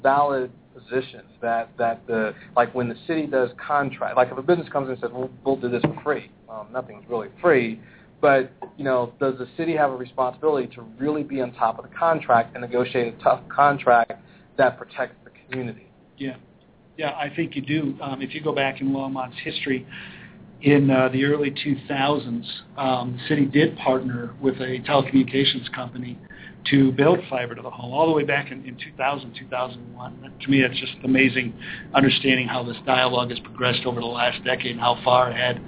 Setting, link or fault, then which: setting, busy venue